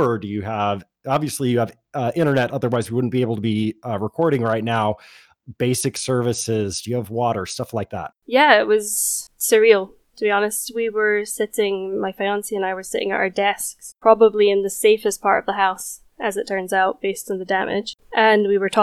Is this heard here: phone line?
no